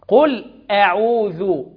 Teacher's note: الهمزة مظهرة، الهمزة محققة، الهمزة مجهورة ومرققة